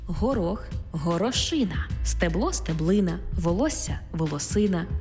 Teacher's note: В іменниках, які позначають одиницю з певної множини, падає наголос на «ина»